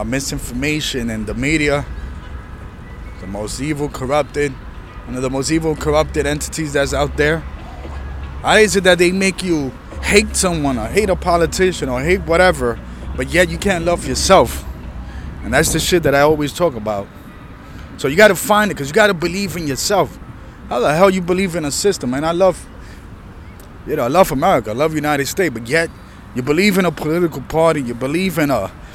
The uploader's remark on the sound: This was recorded outside during busy time in the park, enjoying the environment.